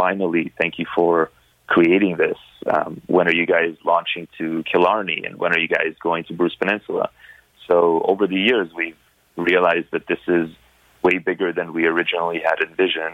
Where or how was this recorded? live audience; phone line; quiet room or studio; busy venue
phone line